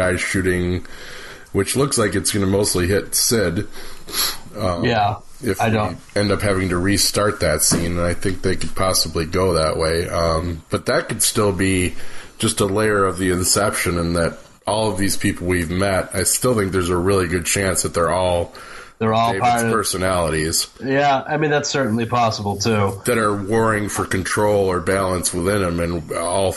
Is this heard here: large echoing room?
no